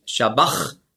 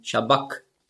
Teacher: das hat man ausgesprochen so wie ein C hinten im Gaumen · Shown in: second take · Also nicht Shabach, sondern Shabak.